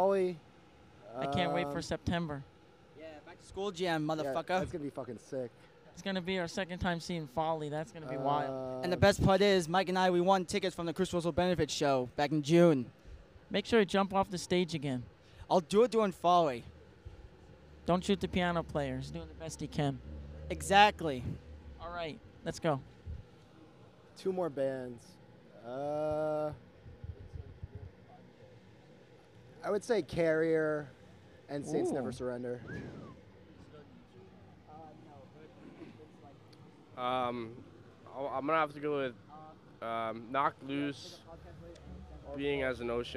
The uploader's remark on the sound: we went to Clash Bar in Clifton, NJ